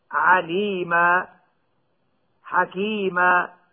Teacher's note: ثانيا، النون الساكنة تكون ثابتة في الوصل والوقف، أما التنوين فيكون ثابتا في الوصل نونا دون الوقف، بل عند الوقف عليه بالكسرتين أو بالضمتين يوقف عليه بالسكون وهو الأصل، وعندما يكون بالفتحتين تبدل الفتحتان ألفا تمد بمقدار حركتين فقط · Term: الإبدال ألفا